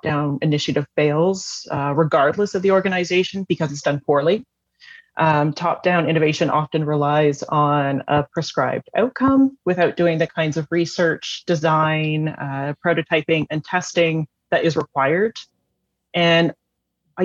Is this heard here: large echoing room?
no